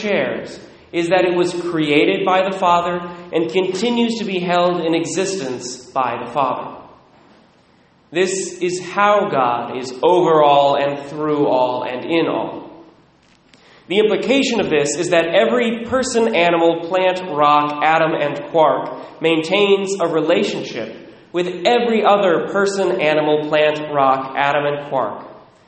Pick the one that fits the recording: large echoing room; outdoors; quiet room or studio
large echoing room